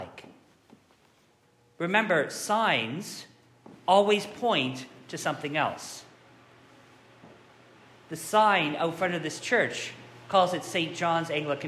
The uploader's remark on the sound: This sermon was preached live at St. John's, Reston.